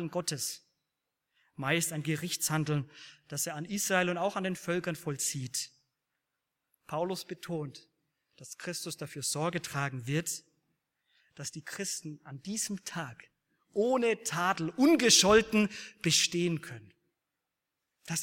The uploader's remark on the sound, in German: aus dem Gottesdienst der Liebenzeller Mission